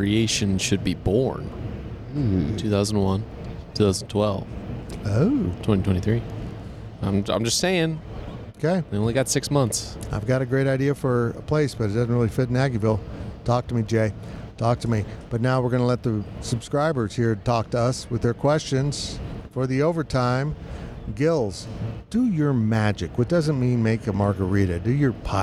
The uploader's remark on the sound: Recorded last week from Big 12 Media Days inside AT&T Stadium in Arlington, Texas, this week's overtime includes many great questions and some live play-by-play of Big 12 mascots having way too much fun.